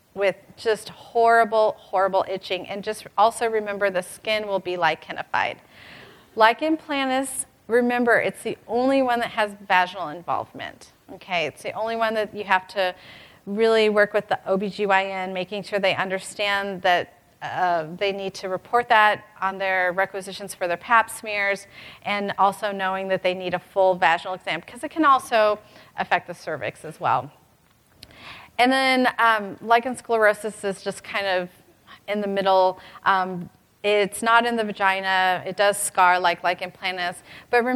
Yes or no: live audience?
yes